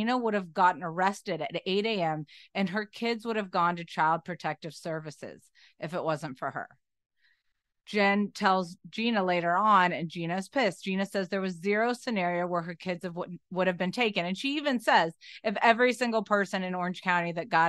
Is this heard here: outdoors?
no